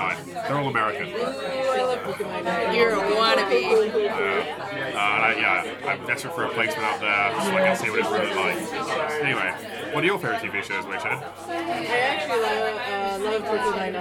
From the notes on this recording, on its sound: records the podcast at The Grapes, Limehouse, one of the oldest pubs in London